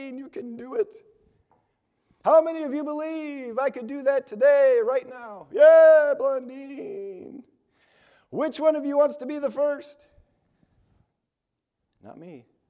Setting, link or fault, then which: setting, large echoing room